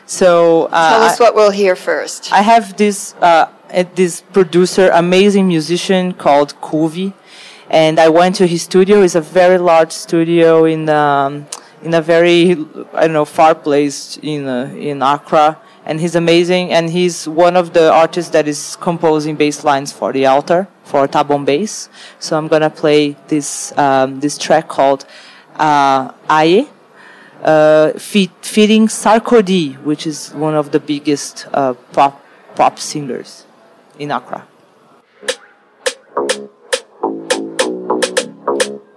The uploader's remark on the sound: Live from Untitled Art Fair